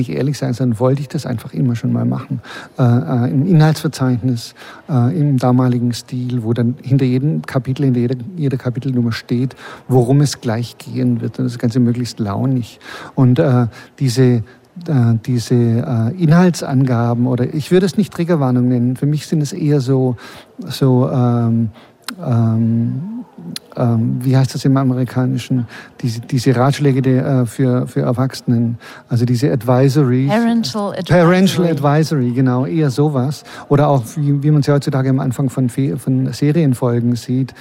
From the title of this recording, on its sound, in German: live vom Sommerfest des LCB